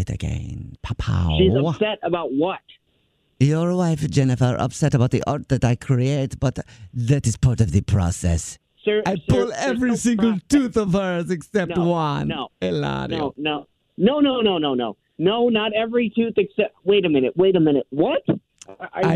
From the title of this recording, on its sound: Phone Prank